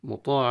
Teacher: مد طبيعي في مطاع مع تفخيم الألف، الألف تابع لما قبلها تفخيما وترقيقا.